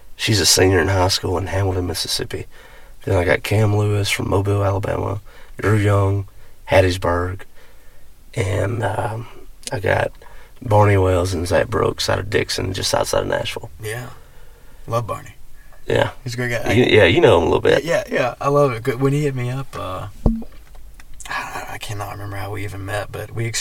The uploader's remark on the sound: This episode was recorded in a car in the parking lot of Munson & Brothers.